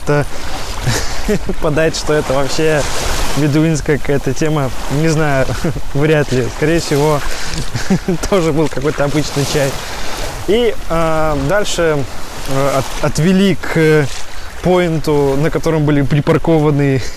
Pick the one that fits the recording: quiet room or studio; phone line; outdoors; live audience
outdoors